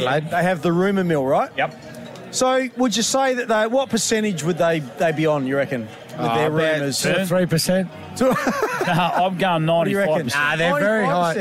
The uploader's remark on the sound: We're live from Morphettville for the Melbourne Cup!